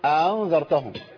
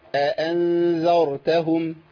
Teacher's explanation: ما أقولش أنذرتهم، أنا عندي همزتين لازم يتحققوا عند الإمام حفص · Shown in: second take